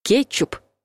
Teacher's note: Ударение в этом слове падает на первый слог.